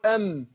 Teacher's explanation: الميم هنا بتخرج بانطباق الشفتين